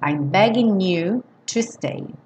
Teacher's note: no begging, a gente não soa o G, do N já liga no you